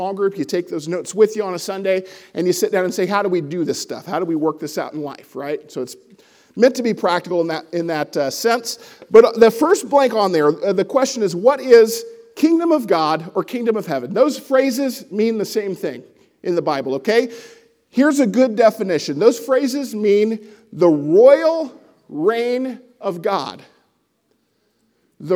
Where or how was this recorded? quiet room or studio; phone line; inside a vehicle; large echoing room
large echoing room